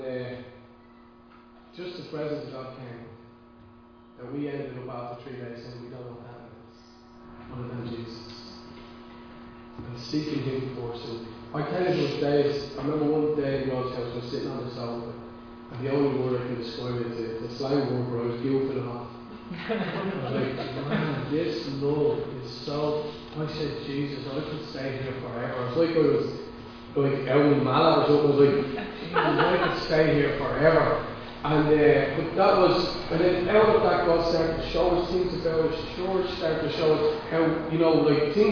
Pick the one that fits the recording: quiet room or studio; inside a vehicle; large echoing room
large echoing room